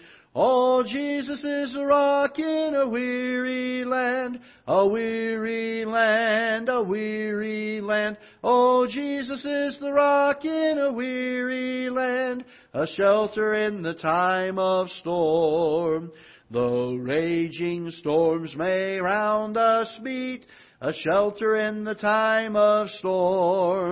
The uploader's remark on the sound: Ketha Heights Baptist Church ~ Live Broadcast.